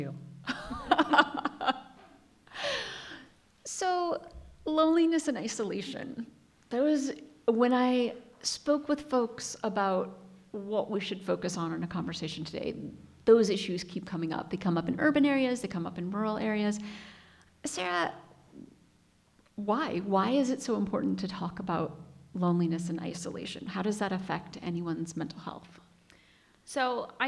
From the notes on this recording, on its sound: This special episode was recorded in person in Talkeetna. This week’s program is a prerecording of a live discussion held on location in Talkeetna.